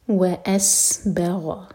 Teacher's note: سین پر سیٹی والی آواز